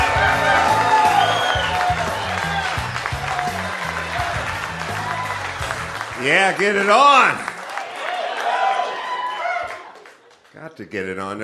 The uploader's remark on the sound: Live From Appleton, Wisconsin (ACS May 11)